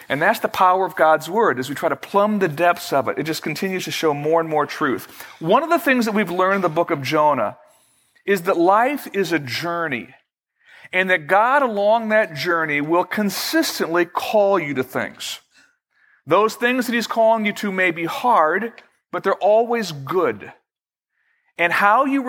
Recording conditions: large echoing room